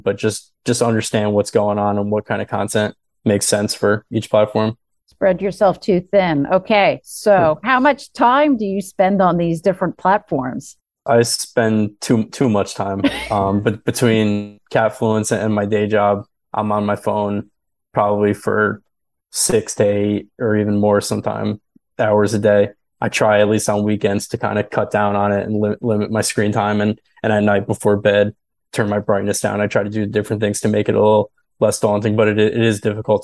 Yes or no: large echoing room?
no